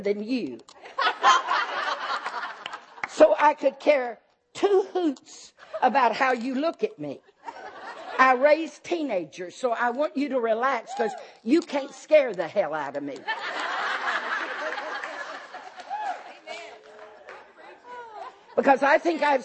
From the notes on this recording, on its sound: In this second session of our 2010 FOCUS Women's Conference